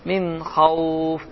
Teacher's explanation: Xa da boğazın əvvəlindən çıxdığı üçün və izhar hərfi. İzhar yəni açıq aydın bir şəkildə demək lazımdır.